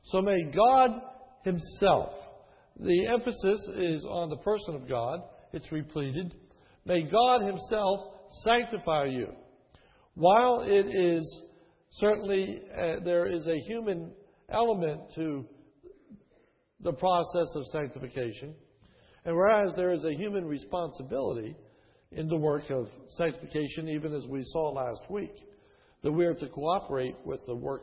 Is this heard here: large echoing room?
yes